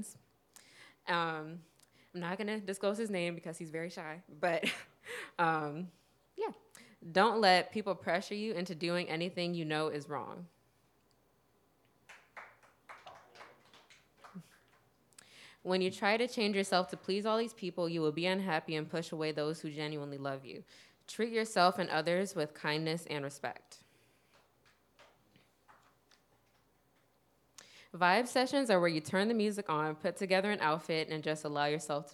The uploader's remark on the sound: Each episode of Crash Radio features local musicians, writers, and storytellers presented as a live event in Asheboro, NC, which is then edited for broadcast. This episode was recorded live in The Table.